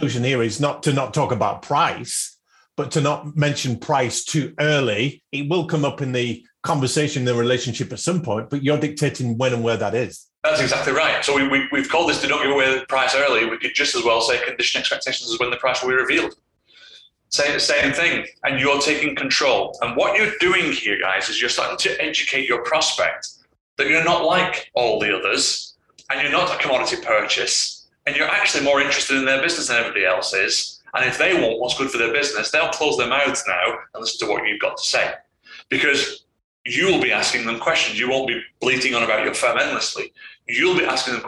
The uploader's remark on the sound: APOLOGIES FOR THE AUDIO QUALITY ON THIS EPISODE